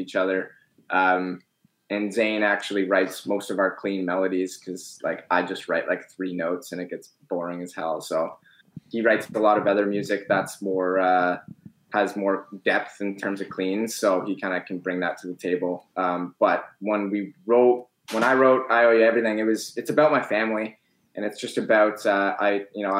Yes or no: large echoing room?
no